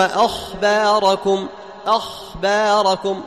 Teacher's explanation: لاحظوا الزمن حق الخاء طويل · Term: الرخاوة